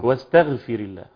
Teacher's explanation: يرقق التاء كما هي مرققة، نعم، لكن أيضا يرقق الغين